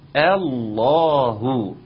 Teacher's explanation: طبعا اوعى تقول إيه الله، هترقق الهمزة تقوم ترقق معها اللام. لا، الهمزة مرققة واللام مفخمة أو مغلظة، فنقول الله.